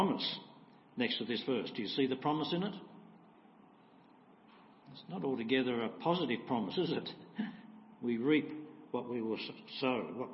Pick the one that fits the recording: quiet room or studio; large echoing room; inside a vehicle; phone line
large echoing room